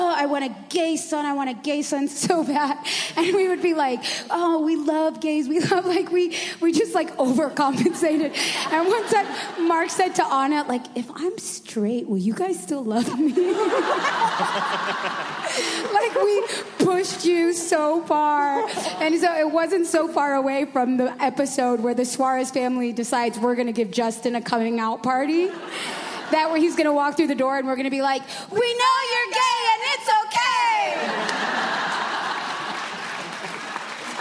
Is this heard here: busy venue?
yes